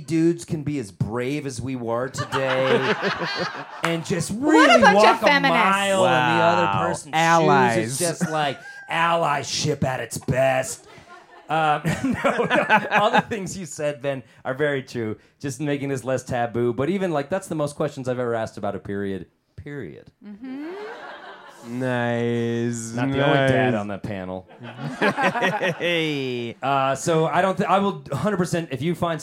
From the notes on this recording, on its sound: Live, in front of a killer audience at Mutiny Information Café.